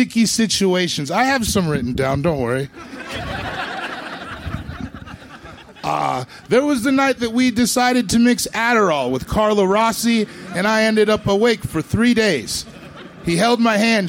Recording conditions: outdoors